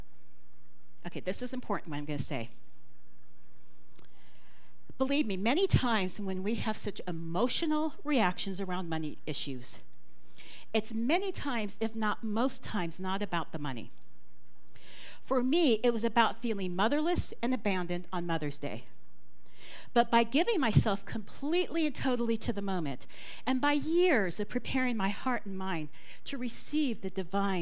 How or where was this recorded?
large echoing room